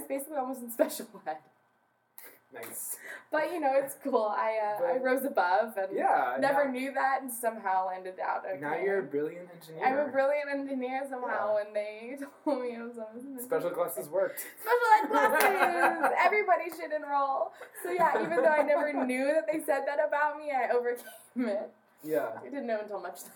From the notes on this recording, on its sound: Apologies ahead of time for audio quality. We're new to this and we're still learning the technical side of things!